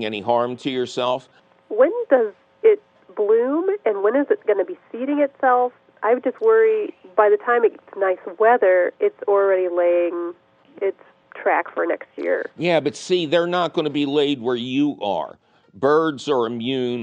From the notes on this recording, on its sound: your 'salty' phone calls!